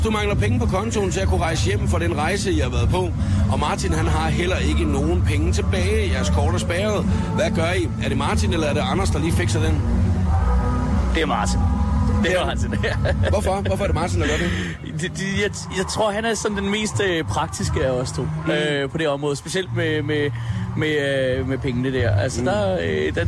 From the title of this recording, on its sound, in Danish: Live fra Tinderbox